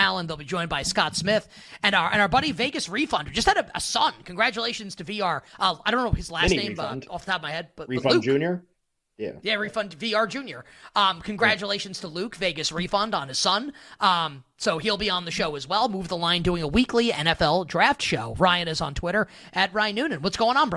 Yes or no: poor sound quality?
no